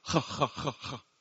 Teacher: you hear a lot of those breathy, guttural sounds